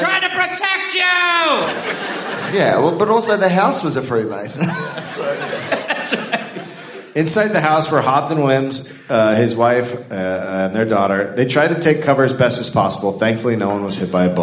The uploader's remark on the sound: Live in Australia. A live episode recorded at the Anthenaeum Theater in Melbourne.